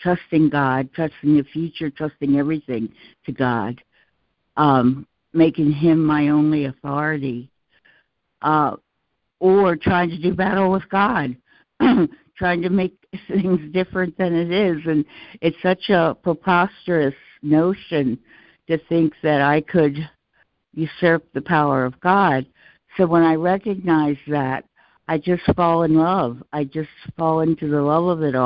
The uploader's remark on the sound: ACIM Daily Conference Call.